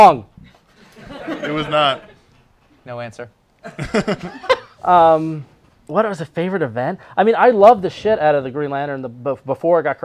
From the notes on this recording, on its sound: It's the 10th Anniversary party at Bergen Street Comics in Brooklyn, and a whole hell of a lot of people turned up.